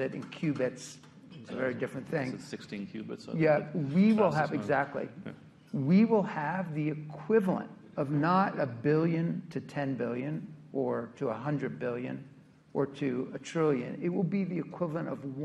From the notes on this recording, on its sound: At the recent RBC Capital Markets Technology, Internet, Media and Telecommunications Conference in New York City.